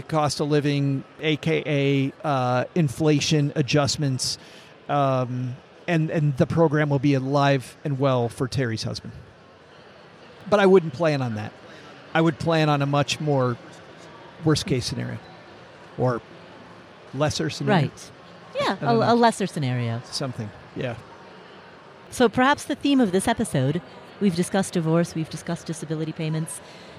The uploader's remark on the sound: A special LIVE recording in front of an audience at Podcast Movement, an industry conference in Denver. Recorded live on stage.